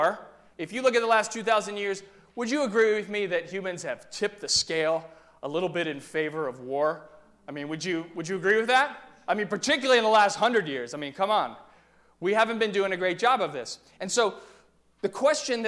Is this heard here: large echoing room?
yes